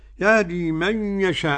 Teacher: عدم الغنة لخلف عن حمزة واضحة